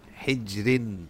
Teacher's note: the ra is muraqqaqa, it receives tarqiq, when it has a kasra, or the kasra is once removed, or the kasra is twice removed